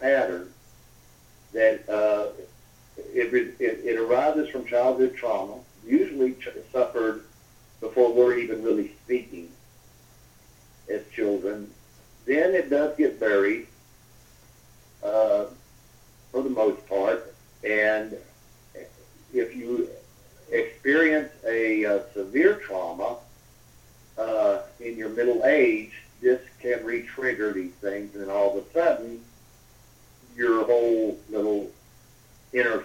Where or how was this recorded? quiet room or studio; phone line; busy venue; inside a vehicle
phone line